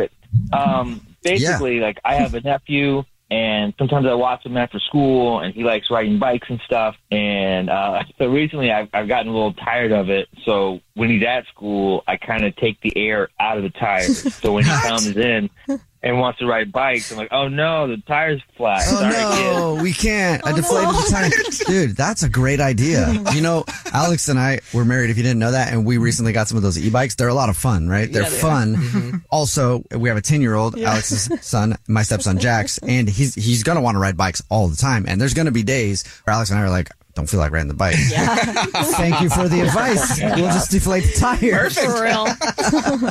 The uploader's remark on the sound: There is a listener on the phone